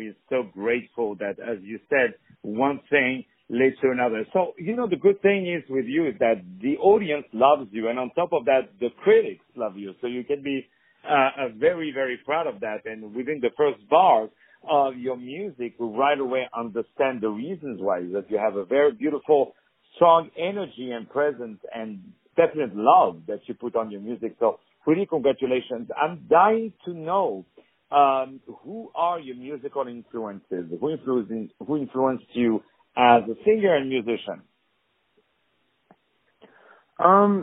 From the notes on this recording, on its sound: On the phone